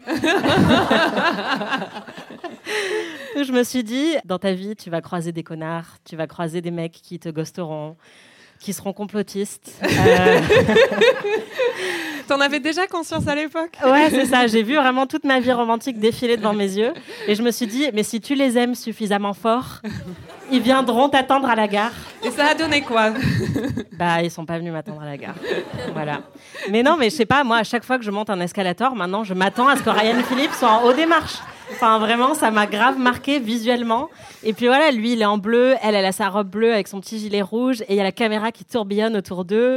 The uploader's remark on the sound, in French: Enregistré en direct et en public à la médiathèque Marguerite-Duras, dans le XXe arrondissement de Paris.